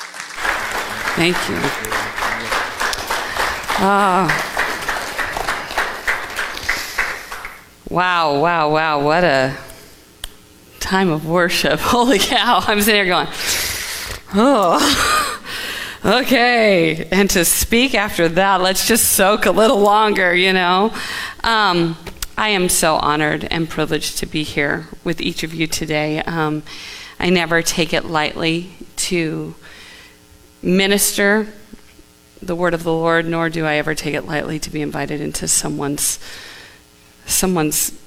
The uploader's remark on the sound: Live from The Summit Church in Dover, OH